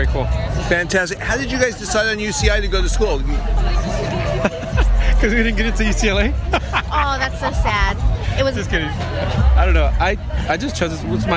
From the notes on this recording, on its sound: Traversing the campus for 2 days of HOMECOMING events, which included a special alumni luncheon, Ted Talk style presentations, Party in the Park and a battle for the Big West Conference basketball title. Interviews galore with enthusiastic Anteaters past and present!